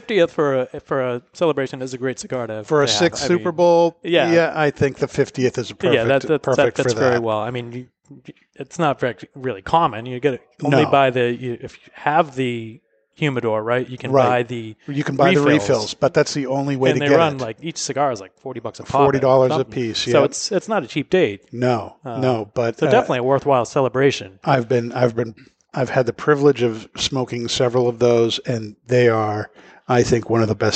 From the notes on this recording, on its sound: broadcast live on location from Studio 21 Podcast Cafe high above Two Guys Smoke Shop in Salem, New Hampshire